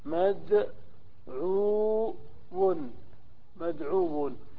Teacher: مفعول مدعو، مدعو. الذي حدث أن الواو أدغمت في الواو وقيل مدعو، يعني حدث إدغام، ما حدث إعلال.